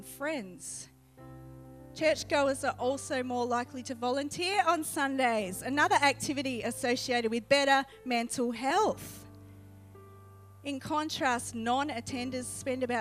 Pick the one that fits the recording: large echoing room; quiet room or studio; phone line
large echoing room